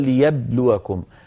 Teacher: ليبلوكم هذه الباء خرجت بالتصادم